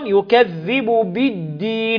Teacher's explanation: اللام شمسية في كلمة الدين